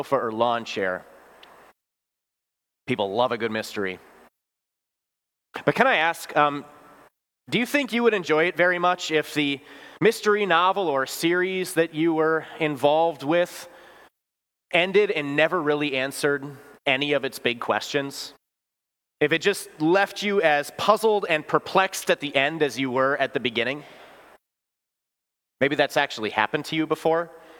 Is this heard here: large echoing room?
yes